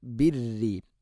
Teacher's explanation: റാഇനെ ഷദ്ദുണ്ടെങ്കിലും തർഖീഖ് ചെയ്യണം